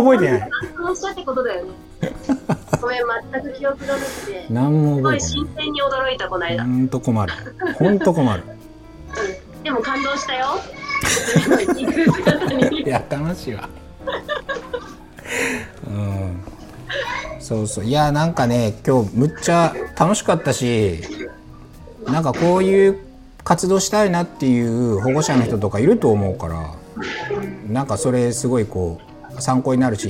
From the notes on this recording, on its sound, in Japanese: 今回は福岡にあるフリースクール「山ねこ」さんとオンラインでつないで、子どもたちがワイワイしている現場から実況中継的な形で収録を行った回になります。活動音や子どもたちの声も一緒に収録されているため少し聞きづらいところもあるかと思いますが。